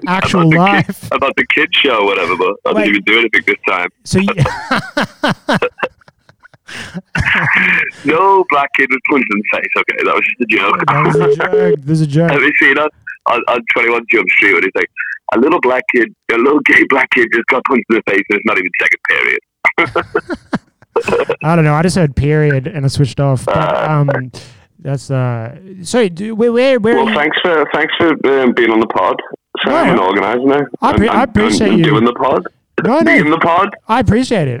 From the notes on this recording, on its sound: hijacks the episode all the way from Sydney by calling me up